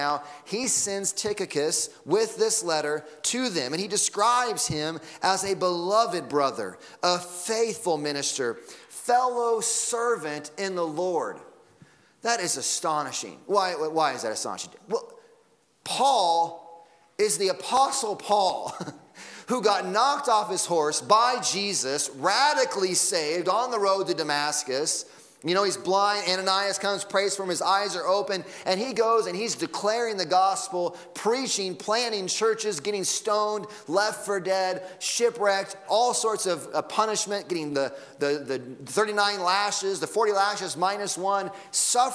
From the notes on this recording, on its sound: Sunday Morning Sermon Audio